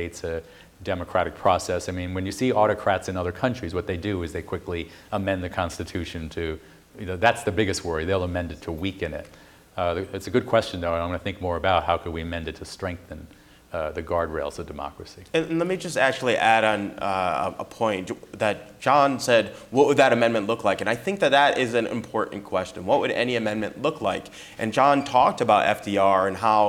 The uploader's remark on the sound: Constitution Day Celebration. Live audience Q&A.